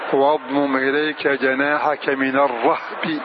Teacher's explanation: فتح الراء وإسكان الهاء من الرهب، من الرهب، لأنه من الذين يسكنون واسكنه ذبلا، وليس من الذين يضمون في وصحبة كهف.